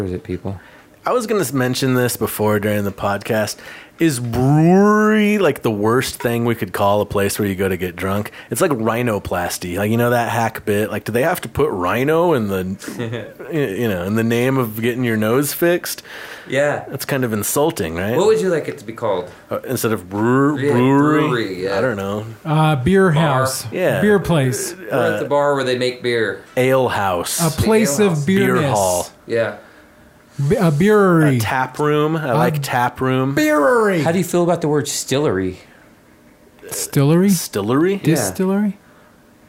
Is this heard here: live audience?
no